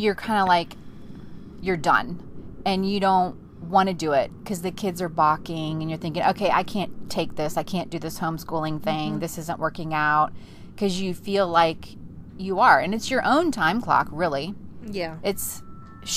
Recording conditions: inside a vehicle